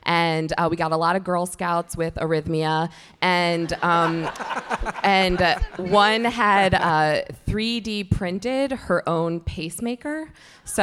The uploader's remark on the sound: LIVE from BroadwayCon 2020 in New York City, here is the main stage panel. Conclude the event with BroadwayCon's largest selfie, ever!